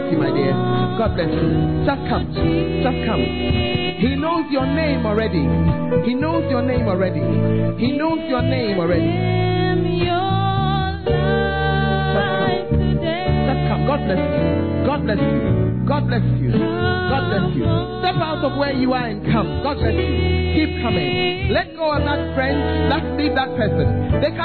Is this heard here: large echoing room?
yes